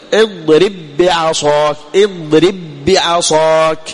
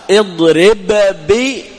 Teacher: فمثل قال مثالهما الباءان من اضرب بعصاك، اضرب بي ها باء مع باء، وكان الأول ساكن، الحرف الأول ساكن وهو الباء الأول، والباء الثاني متحرك، فهذا هو توفر الشرط، الأول ساكن والثاني متحرك، فحصل الإدغام · Shown in: first take